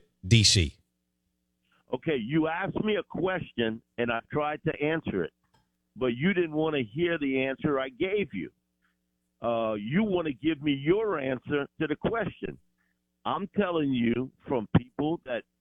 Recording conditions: phone line